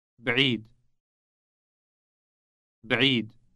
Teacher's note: It starts with a B sound followed by the sound that is produced deep in the throat.